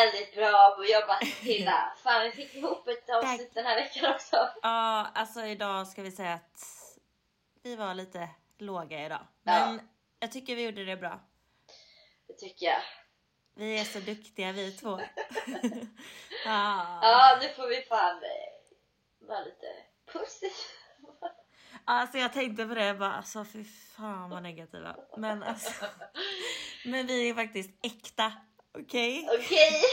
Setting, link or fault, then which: fault, uneven or low level